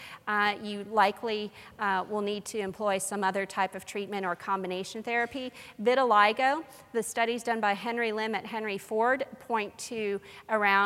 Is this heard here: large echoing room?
yes